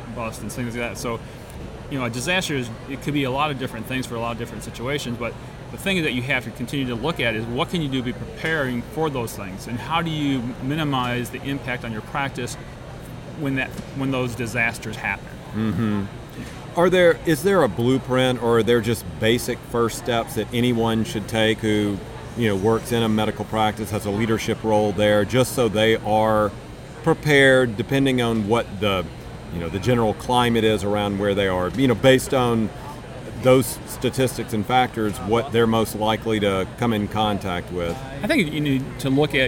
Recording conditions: busy venue